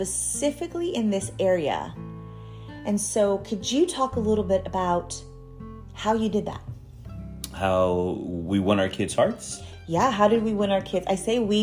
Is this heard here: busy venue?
no